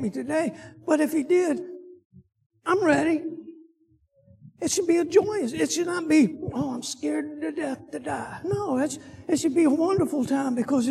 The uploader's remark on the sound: Sunday school lecture